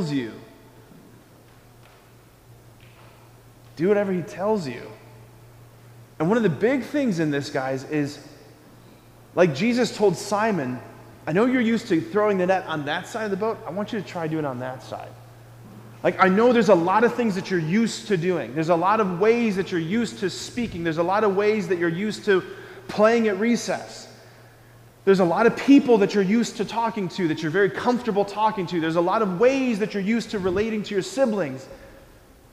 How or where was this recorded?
large echoing room